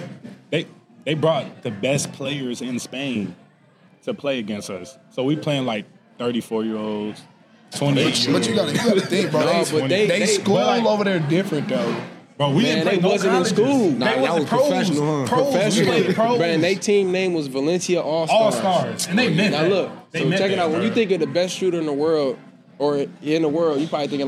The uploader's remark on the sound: Recorded at Eskimo Joe's on Monday, November 27, 2023.